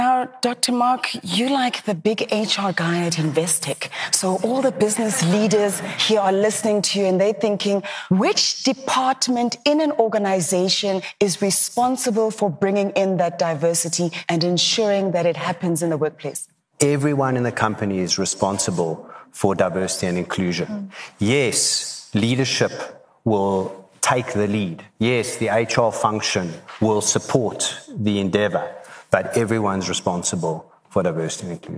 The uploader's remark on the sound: Talking on a panel at the recent Virgin Atlantic Business is an Adventure event